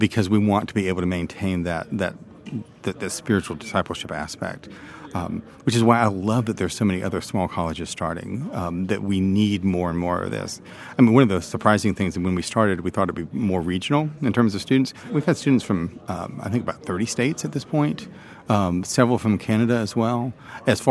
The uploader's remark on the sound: This conversation was recorded at CiRCE Institute National Conference in Charleston.